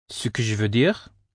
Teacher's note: In French, on the other hand, the equivalent phrase, ce que je veux dire, tends to be said with a slight rising tone toward the last word